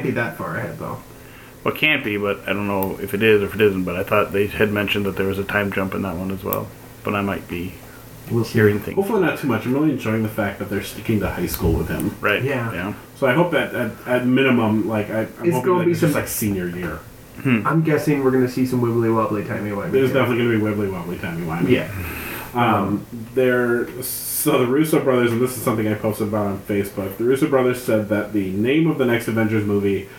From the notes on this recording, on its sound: The audio goblin struck again, so the producer tried his best to make it better and apologizes for said goblin.